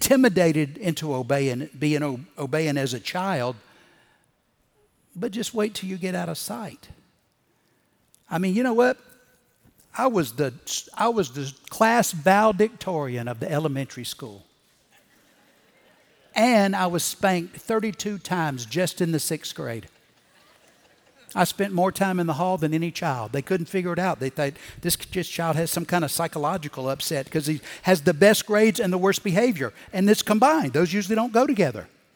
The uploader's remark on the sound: Recorded Live at Brookwood Church